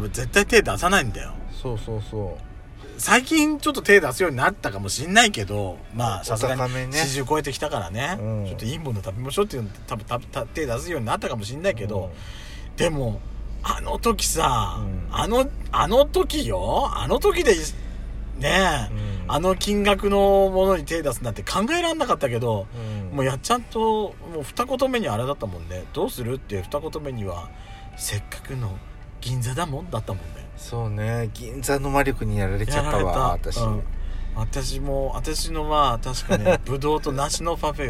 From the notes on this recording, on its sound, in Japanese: パーキング収録。